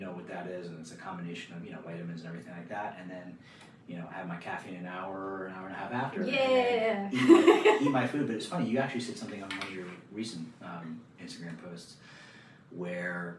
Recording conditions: uneven or low level